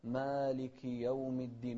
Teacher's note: وما نفخم الألف في مالك، ما نقول مالك يوم، لا، مالك يوم الدين، ولا نقول مالك، لا، مالك يوم الدين.